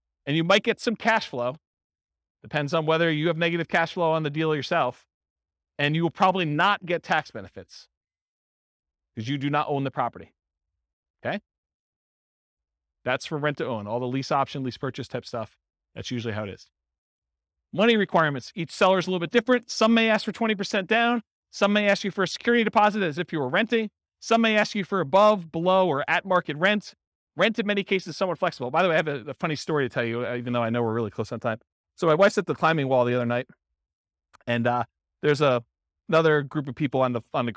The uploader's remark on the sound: This was a live class recorded